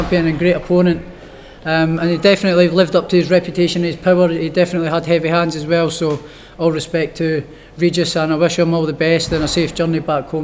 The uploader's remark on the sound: POST FIGHT PRESS CONFERENCE | Matchroom Boxing.